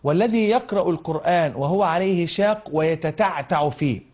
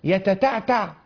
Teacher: التاء تخرج من طرف اللسان، يبقى هنا في طرف اللسان، والعين بعد أقصى اللسان إلى أن تصل إلى مخرج الحلق